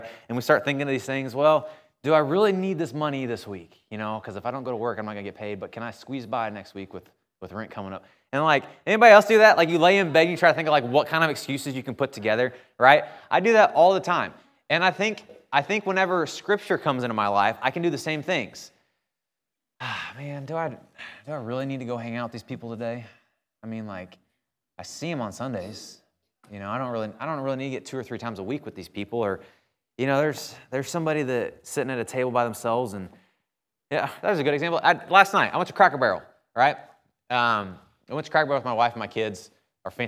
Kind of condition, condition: setting, large echoing room